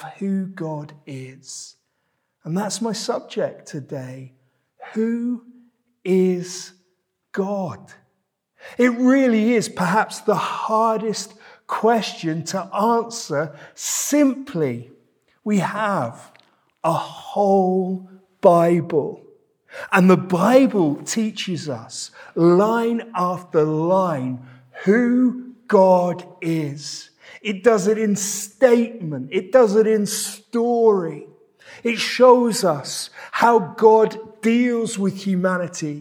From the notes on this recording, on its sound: This sermon was preached at Welcome Baptist Church